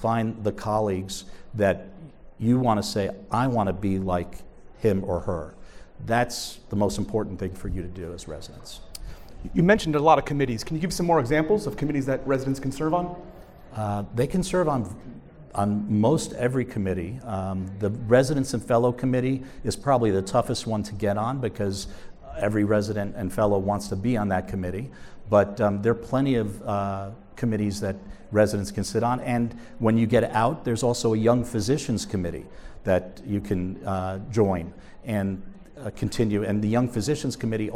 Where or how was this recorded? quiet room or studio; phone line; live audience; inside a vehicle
live audience